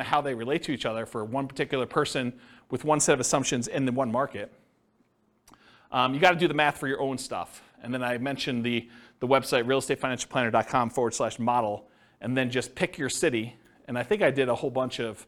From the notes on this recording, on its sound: This was a live class recorded.